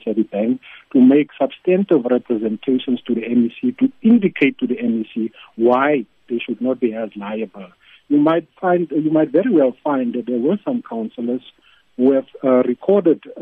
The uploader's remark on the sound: We’re now joined on the line.